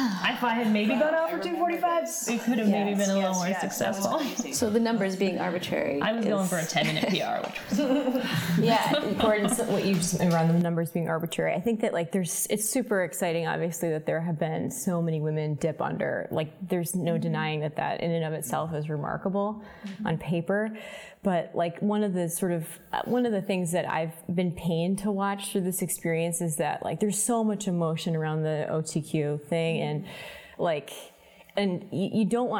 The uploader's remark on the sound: Our first ever LIVE recording of the Chill Track Friday podcast on Sunday, February 9 at Custom Performance. This is recording captured from six microphones at a live event.